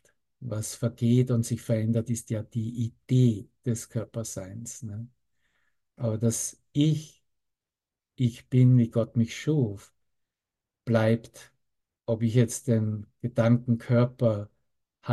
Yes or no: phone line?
no